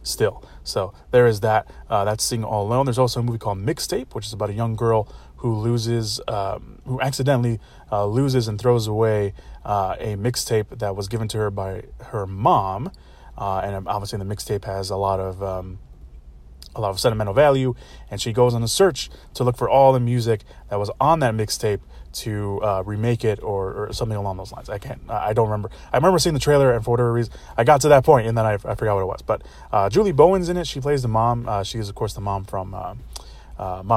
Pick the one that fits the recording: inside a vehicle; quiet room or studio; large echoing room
inside a vehicle